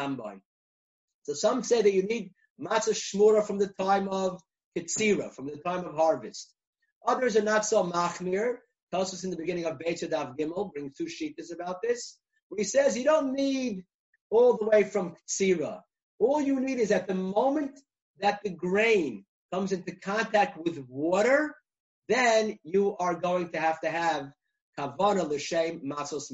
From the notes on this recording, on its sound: recorded ZOOM conference